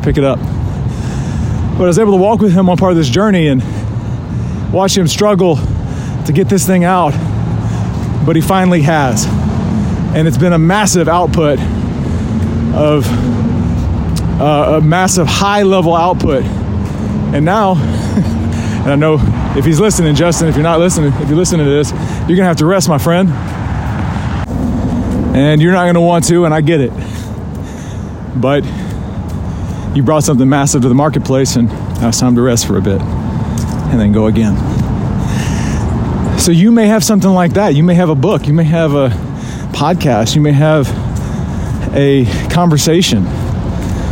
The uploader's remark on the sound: Rucking Edition. You join me live on a ruck.